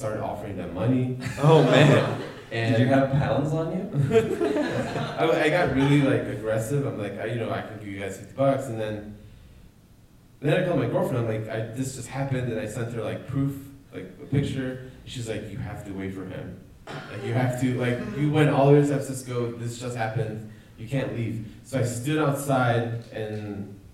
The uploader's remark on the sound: Live at SQ1. We had our first live podcast at the SQ1 conference. We answer live questions.